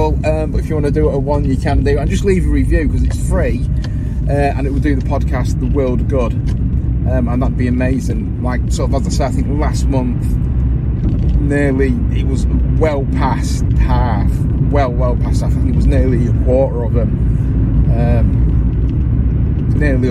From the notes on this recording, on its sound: CarCast